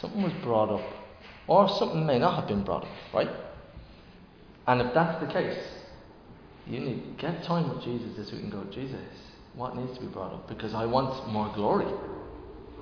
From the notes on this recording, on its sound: Recorded live in Liberty Church on 6th November 2022